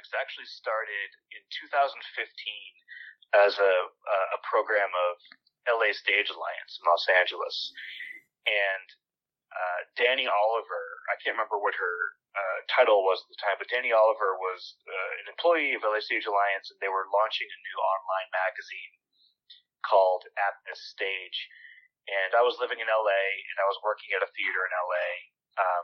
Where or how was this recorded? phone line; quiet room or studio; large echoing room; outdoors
phone line